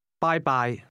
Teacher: That's pronounced with high and mid-level tones.